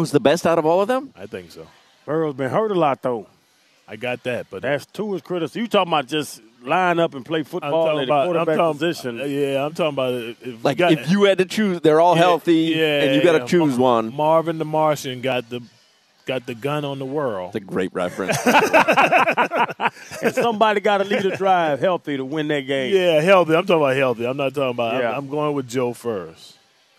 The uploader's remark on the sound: live at Twin Peaks